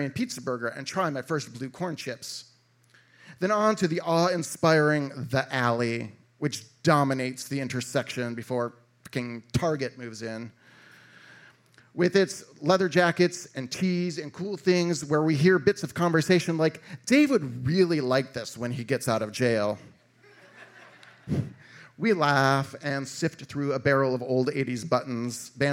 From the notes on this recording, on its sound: a live lit and music series recorded at Martyrs in Chicago's North Center neighborhood